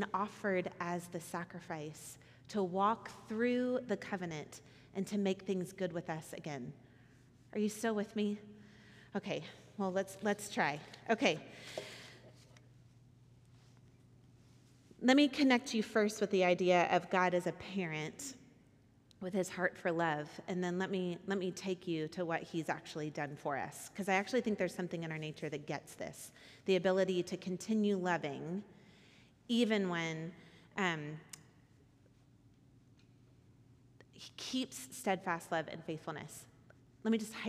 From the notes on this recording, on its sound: Recorded at our Sunday gathering on January 14th, 2024 in Port Orchard, WA